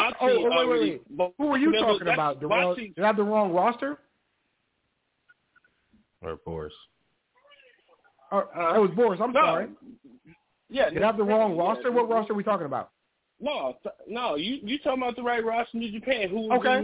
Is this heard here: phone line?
yes